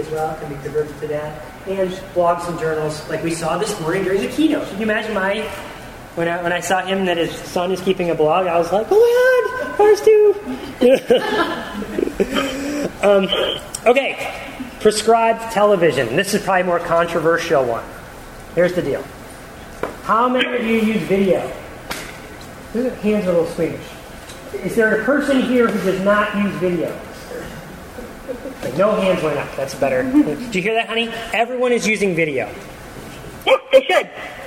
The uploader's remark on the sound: The second half of the recording of a live presentation. At the 2012 Virginia Society for Technology in Education Conference.